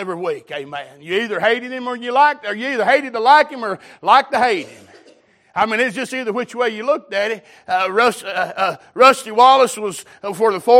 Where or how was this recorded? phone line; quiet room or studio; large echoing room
large echoing room